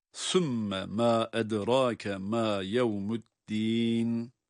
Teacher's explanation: eddîn kelimesinde meddi arız olduğu için bir elif miktarı ya da daha çok uzatabiliyoruz